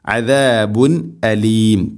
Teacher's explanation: عذاب أليم തൻവീനും ഹംസയൊക്കെ കൃത്യമായിട്ട് വെളിവാക്കി ഉച്ചരിക്കണം. · Term: ഇസ്ഹാർ